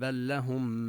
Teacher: بل لهم هنا تدغم اللام باللام، اللام الساكنة باللام المتحركة